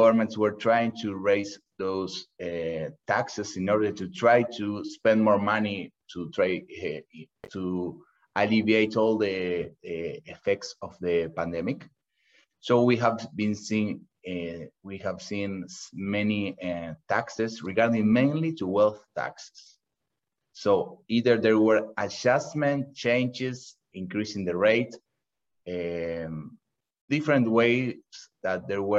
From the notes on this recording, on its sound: Livestream. For those joining us on Zoom.